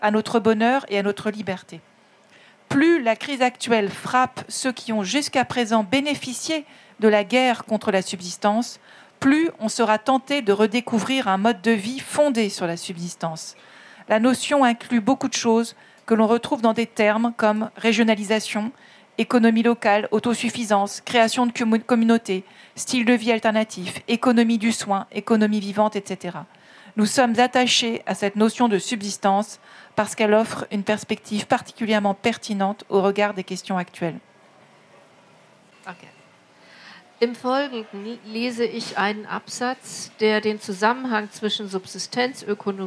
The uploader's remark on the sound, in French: Conférence enregistrée en public à la REcyclerie, en partenariat avec les éditions La Lenteur.